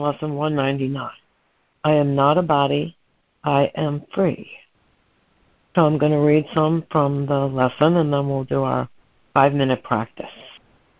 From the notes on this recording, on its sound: ACIM Daily Conference Call